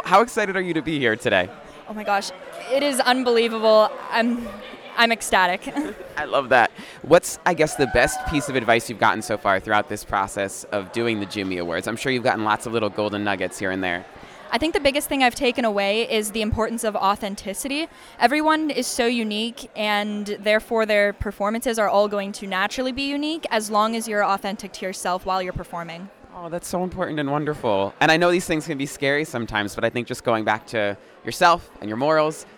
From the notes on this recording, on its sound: Inside Jimmy Awards 2023 Rehearsals. LIVE inside rehearsals for the 2023 Jimmy Awards (The National High School Musical Theatre Awards) at The Juilliard School in New York City.